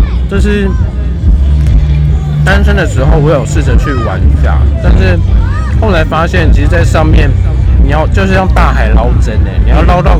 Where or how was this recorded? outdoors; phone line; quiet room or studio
outdoors